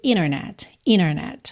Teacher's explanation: Quando eu tenho N e D ou T encerrando uma palavra e depois um som de vogal na próxima palavra, eu posso, se quiser, omitir esse T ou D e ligar pelo N direto, como acontece, por exemplo, na palavra internet, que muitas vezes ouvimos internet, internet, ok? · Term: Comendo aí esse T